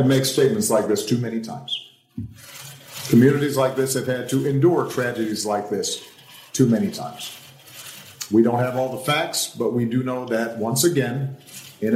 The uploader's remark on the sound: On a summer night in Brooklyn in 2015. Lit up a dive bar, guzzling cocktails and bantering about the news.